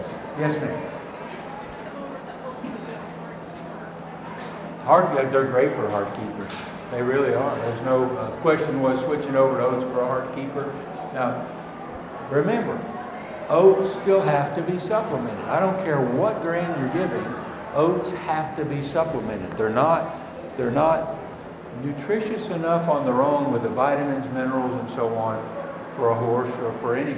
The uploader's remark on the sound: Recorded live from the Fall 2017 Equine Affaire in Springfield MA.